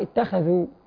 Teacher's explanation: اتخذوا البعض يقرأ اتخذوا. يقرأ يعني بيضعف تفخيم حرف الخاء. طبعا حرف الخاء من حروف الاستعلاء.